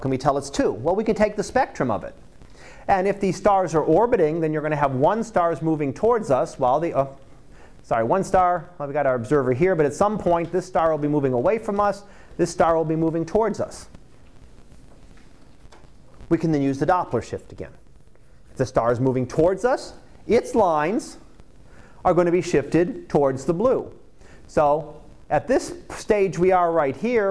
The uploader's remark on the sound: Live Class Lecture